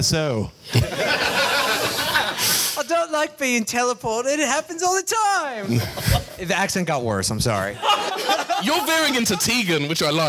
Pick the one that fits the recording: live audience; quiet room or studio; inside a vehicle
live audience